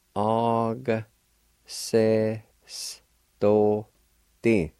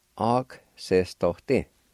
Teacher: And sometimes, if you drop the vowel sound, the G and the K sounds are interchangeable, so when the vowel sign is dropped, the G sound changes over to the K sound · Shown in: second take